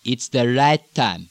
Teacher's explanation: Now again in the African, not as much upward inflection.